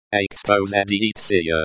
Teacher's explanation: The stress is on the third syllable, экспозиция.